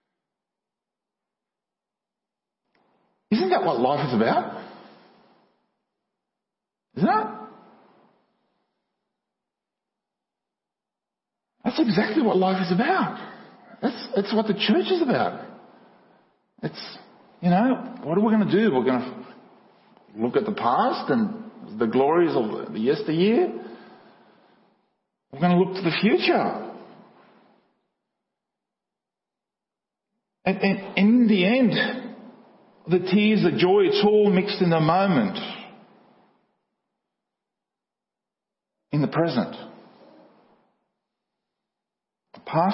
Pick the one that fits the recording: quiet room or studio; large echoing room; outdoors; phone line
large echoing room